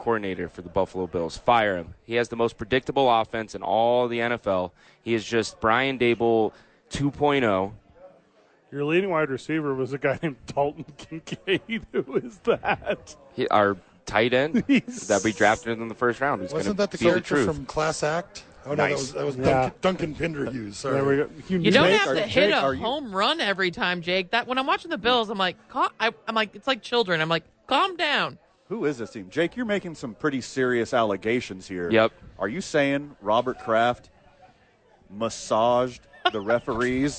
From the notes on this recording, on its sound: live from Howies Sports Page